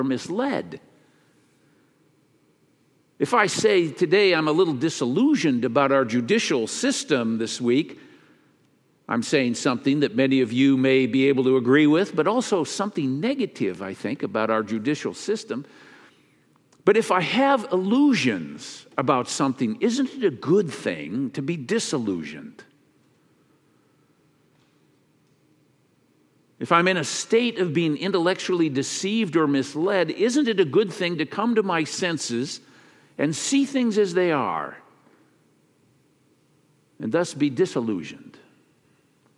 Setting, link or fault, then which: setting, large echoing room